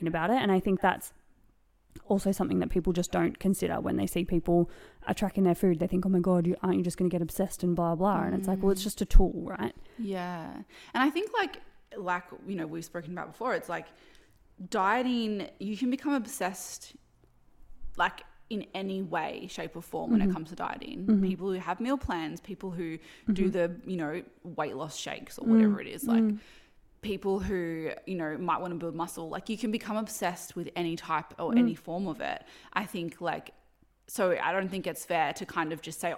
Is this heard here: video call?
no